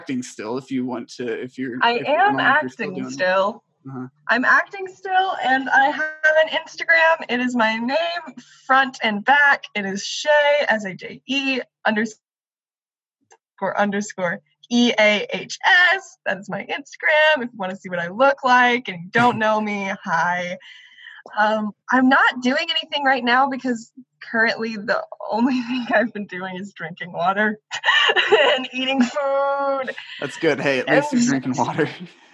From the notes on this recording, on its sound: Get together on another zoom meeting.